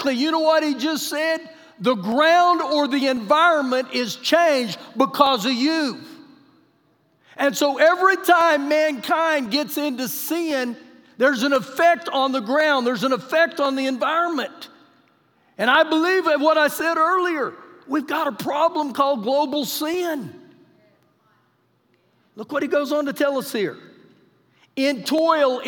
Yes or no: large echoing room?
yes